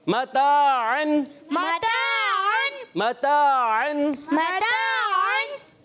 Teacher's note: जबान का सिरा और ऊपर के दांतों की जड़ से · Term: तो का मखरज